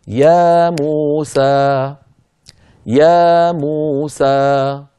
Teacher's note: يا حركتين، مو حركتين، سا حركتين، مجموعهم 6 حركات · Term: مد